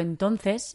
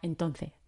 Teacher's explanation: la aspiración de la S de nuevo al final de las palabras · Shown in: second take · Por ejemplo, yo digo entonces, pero ella probablemente diría entonces, sin la S al final.